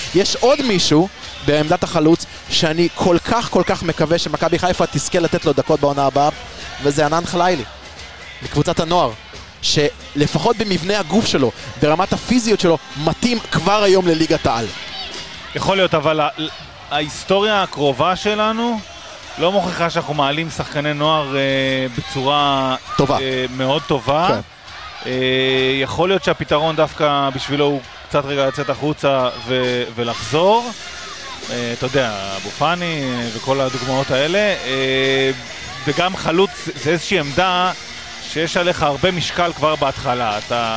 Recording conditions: busy venue